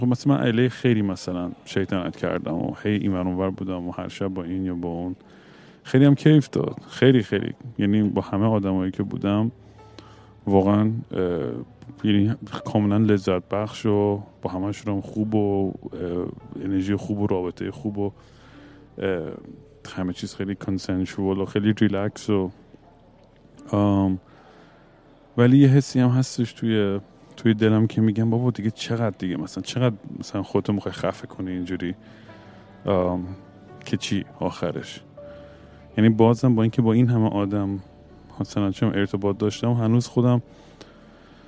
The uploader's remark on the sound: Airport Sessions #3. Once again I am at an airport rambling nonsense into the microphone.